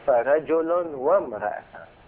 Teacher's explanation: بعد الواو نتلفظ مباشرة بالميم، وام لا نقول وامرأتان.